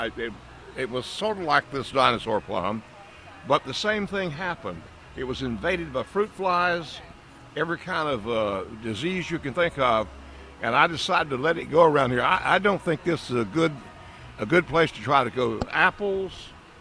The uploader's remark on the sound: broadcasting live from the NC Pet Expo